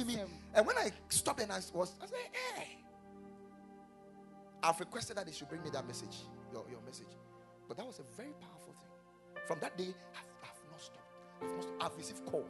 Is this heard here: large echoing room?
yes